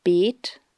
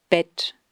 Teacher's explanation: das erste Wort den gespannten, etwas geschlosseneren E-Vokal enthält und das zweite Wort den ungespannten, kurzen Ä-Vokal